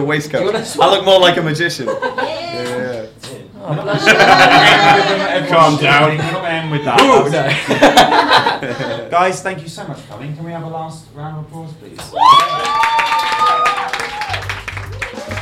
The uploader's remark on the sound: This episode was recorded at 52 Canoes, Edinburgh on 12th August 2017 as part of PBH's Free Fringe.